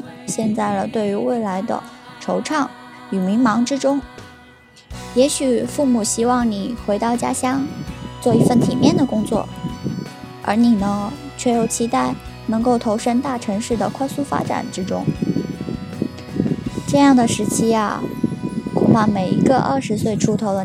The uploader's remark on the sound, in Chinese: 学校录音的地方太难选择了。最后只能在天台录音，希望大家不要太在意天台的风声。